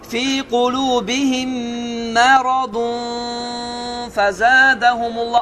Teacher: Artıq nə elədi? N səsini, nunu burunda gizlətdi. · Term: İxva